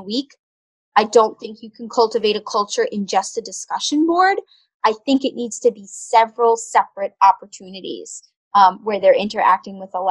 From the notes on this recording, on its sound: NOTE: It's not your speakers! We had some technical difficulties recording this episode and we are sorry for the choppy audio!